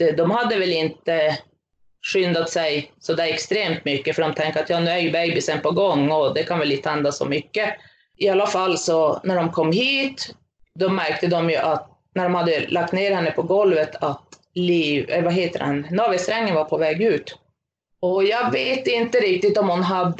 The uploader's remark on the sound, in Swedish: Tyvärr är ljudkvalitén något sämre i detta avsnitt eftersom vi spelade in via länk.